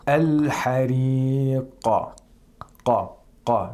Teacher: the تفخيم is really low because the قاف is ساكن. It's the second lowest level. Right. Remember I said the lips, the shape of the lips shouldn't change.